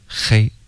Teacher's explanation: 首先中文的这个 H 的音的发音呢，它标准的发音啊，是一种摩擦音